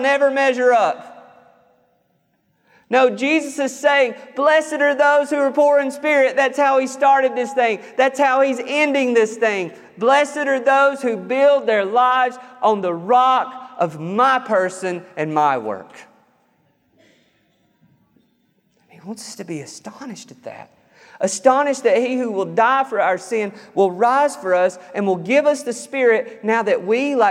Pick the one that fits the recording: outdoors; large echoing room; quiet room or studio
large echoing room